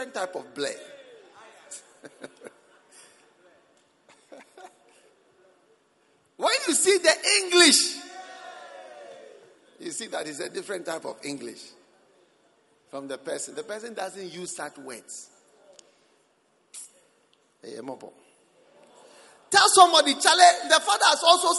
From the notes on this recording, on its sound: Preached at the Christmas Service.